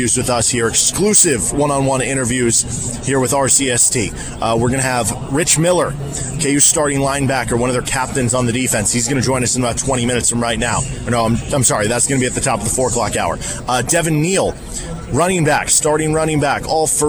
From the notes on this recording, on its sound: The start of Big 12 Football Media Days live from Dallas. Live from Big 12 Media Day.